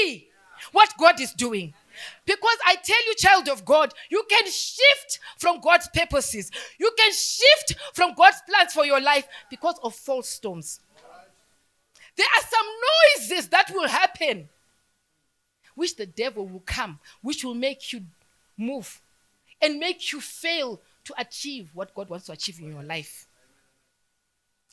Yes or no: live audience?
yes